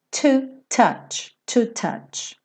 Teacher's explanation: os T's em inglês costumam ter esse t, t, esse arzinho